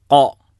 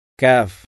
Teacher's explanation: കാഫ് എന്ന് പറയുമ്പോൾ നാവ് മുകളിലേക്ക് ഉയരുന്നില്ല · Shown in: second take